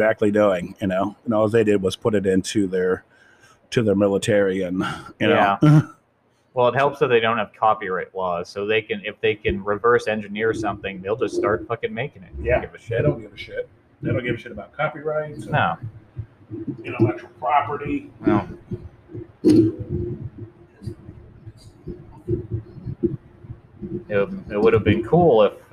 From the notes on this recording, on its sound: Technical difficulties.